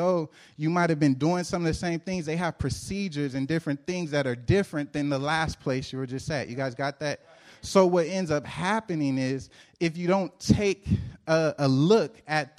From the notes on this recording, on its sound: Preached April 5, 2014 at The Living Room Church in Van Nuys, CA.